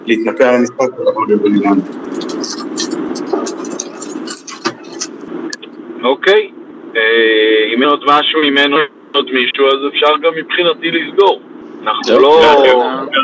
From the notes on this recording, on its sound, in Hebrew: פרק שהוקלט בספייס בטוויטר. ומאזינים נוספים שהצטרפו לפאנל.